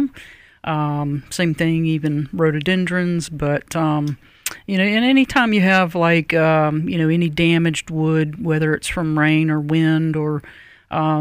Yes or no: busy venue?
no